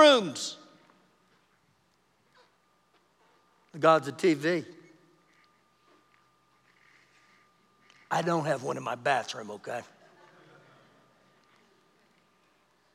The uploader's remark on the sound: Recorded live during our Wednesday night service